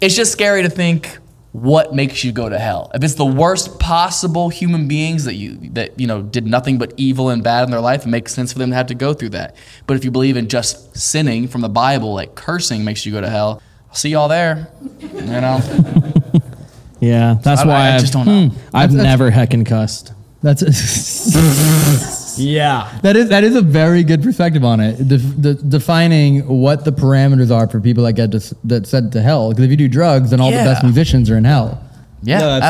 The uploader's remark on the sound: This episode was filmed in front of a live audience at the haunted Whaley House in San Diego on August 10, 2022. We hear true stories of past hauntings from our audience.